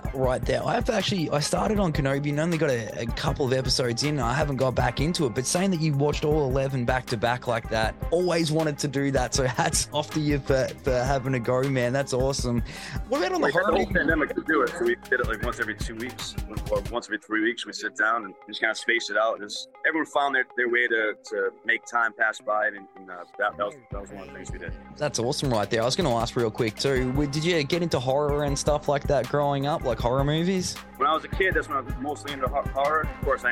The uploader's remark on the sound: on location at the Sydney Opera House